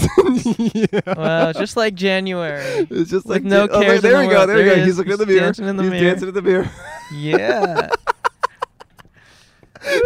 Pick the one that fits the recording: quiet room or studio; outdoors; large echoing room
outdoors